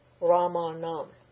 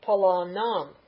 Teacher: Rama becomes long a before this nam affix. And the na changes to lingual na because of that ra · Shown in: first take